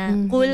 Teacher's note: sebab sifat huruf ko ni adalah huruf yang huruf tebal. Isti'alak kita panggil huruf tebal. Jadi dia kena jaga-jaga sebab kebiasaannya memang orang akan nipiskan dia.